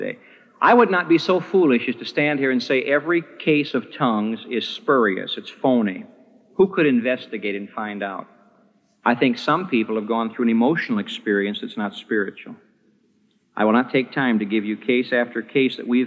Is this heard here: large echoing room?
yes